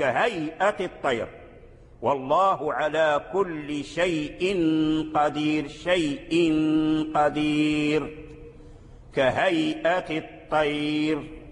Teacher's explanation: أما قالون وسائر القراء فبالقصر يسكنون الياء أو الواو فقط